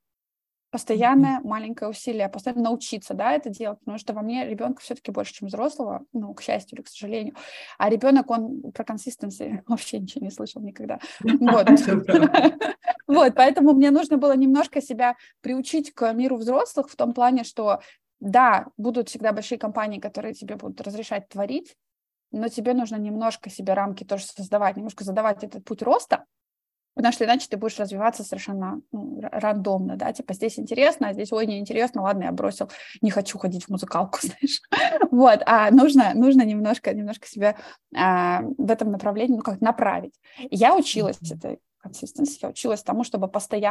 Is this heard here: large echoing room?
no